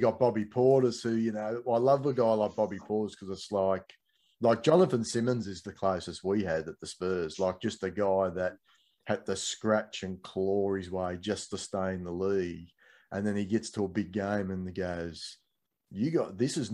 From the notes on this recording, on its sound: jump onto a Zoom call